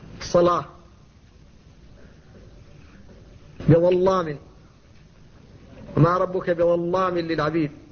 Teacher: فالألف هنا مفخمة لأنها بعد اللام المفخمة في رواية ورش الصلاة بظلام، وما ربك بظلام للعبيد، فالألف تفخم في هذا الموضع.